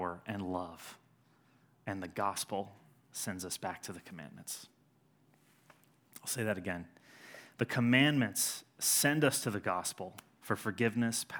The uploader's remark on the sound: Sermon delivered on Sunday, January 19, 2020, at Edgewood College Auditorium